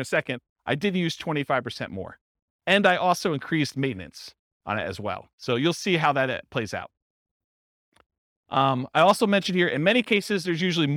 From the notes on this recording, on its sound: This was a live class recorded